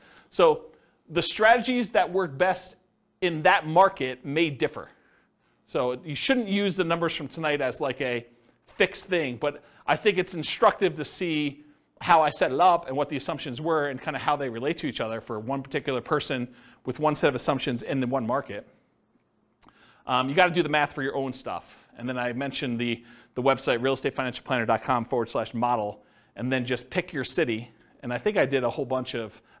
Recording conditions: live audience